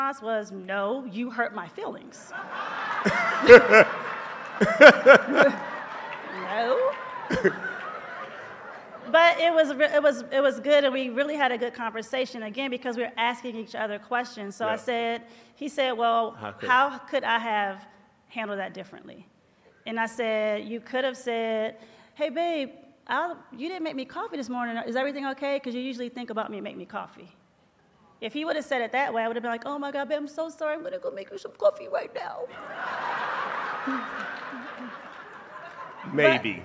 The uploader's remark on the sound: Live from our tour stop in Vegas